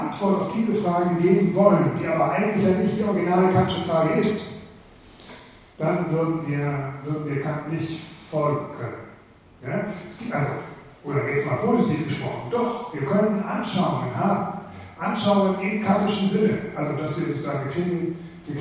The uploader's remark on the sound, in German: Diese Vorlesung wurde von Studierenden der Uni Wien im Sommersemester 2012 aufgenommen